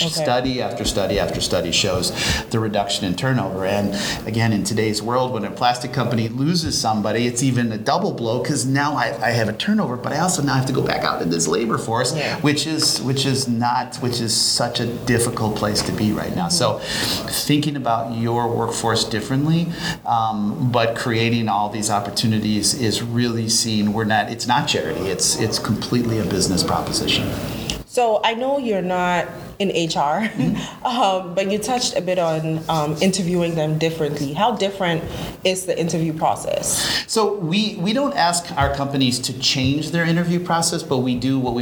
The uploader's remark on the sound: live at ANTEC® 2022